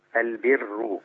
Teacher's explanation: الراء لما تبقى مضمومة وقبلها كسر حكم الراء عند ورش إيه؟ رقق